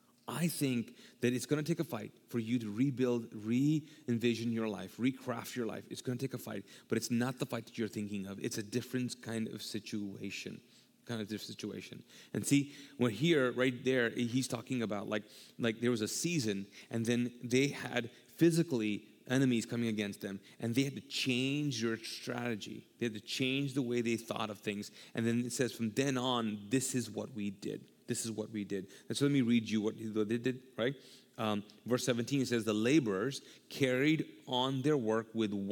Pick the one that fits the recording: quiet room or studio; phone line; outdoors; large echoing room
large echoing room